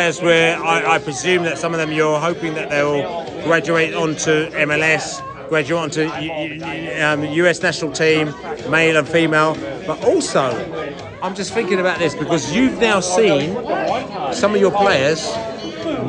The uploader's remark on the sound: at the Brentford get-together in Venice just outside Washington